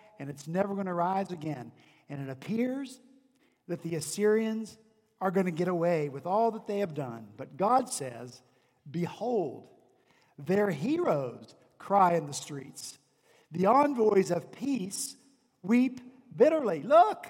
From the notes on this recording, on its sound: On Sunday, December 23 at Redeemer Presbyterian Church in Charleston, SC, our senior pastor preached. At Redeemer Presbyterian Church in Charleston, SC, our senior pastor preached his Advent sermon series.